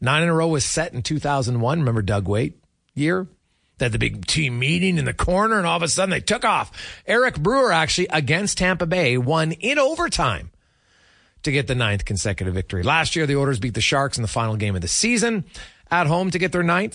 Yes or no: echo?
no